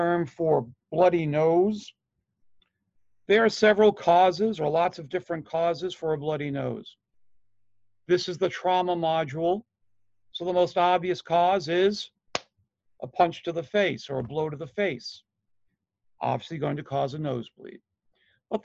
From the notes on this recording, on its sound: Online Session Audio